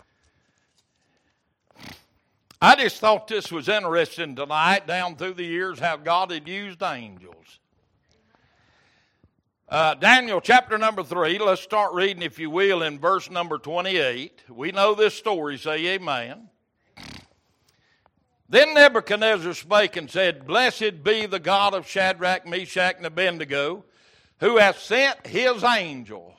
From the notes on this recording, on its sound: Wednesday Evening Service